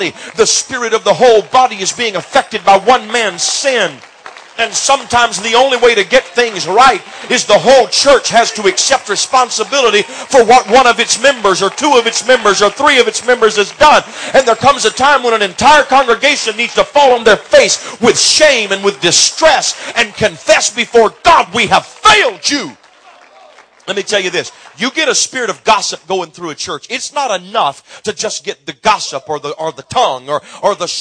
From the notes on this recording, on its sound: preaches in Burr Ferry, LA River of Living Water Conference